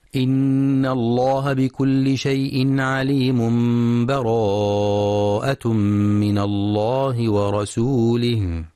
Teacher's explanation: وصل آخر الأنفال بأول التوبة بدون بسملة مع مراعاة الإقلاب، أي قلب التنوين إلى ميم